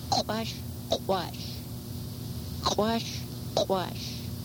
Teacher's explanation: the hard back KW that is pronounced really glottalized, what they call really a hard sound.